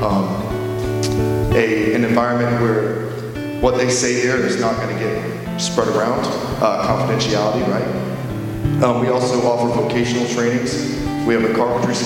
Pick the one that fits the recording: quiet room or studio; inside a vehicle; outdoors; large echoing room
large echoing room